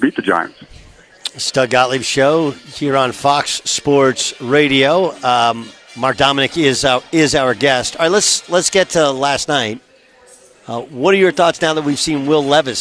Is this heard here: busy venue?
yes